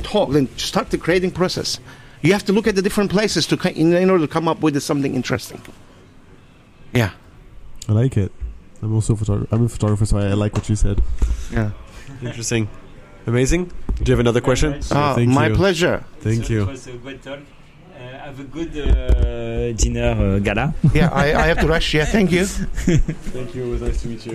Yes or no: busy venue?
yes